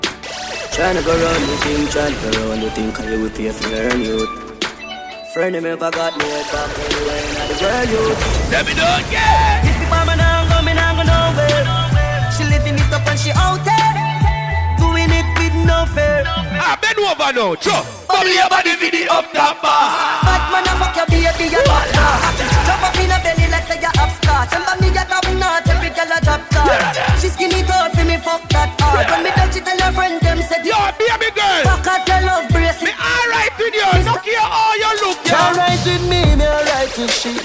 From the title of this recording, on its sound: LIVE AT ISLAND SATURDAYS - 3/23/19